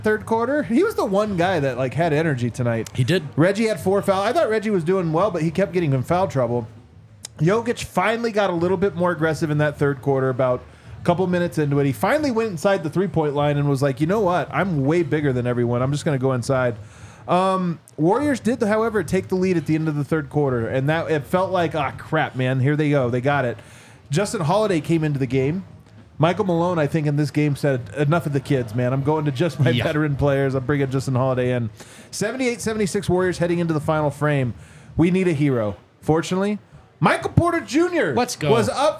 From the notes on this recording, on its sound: come to you LIVE from the DNVR Bar